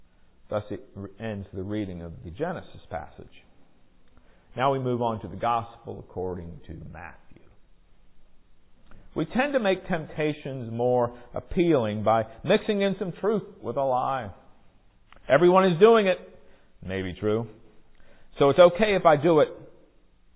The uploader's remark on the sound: Recorded during worship on Sunday, February 26, 2023